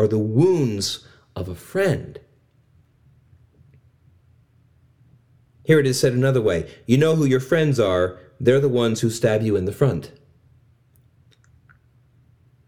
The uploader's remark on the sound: This sermon is part of a Church Essentials series preached at River of Life Christian Fellowship.